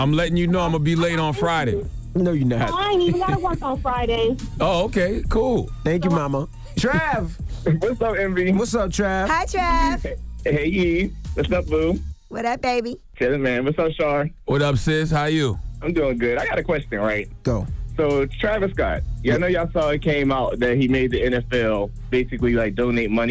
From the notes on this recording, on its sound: We opened up the phone lines to give listeners a chance.